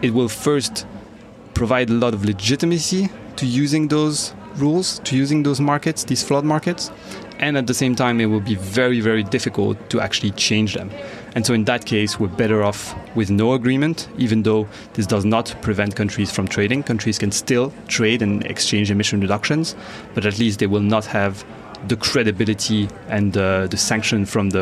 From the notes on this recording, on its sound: At COP26. Joining us from a busy COP26 conference centre.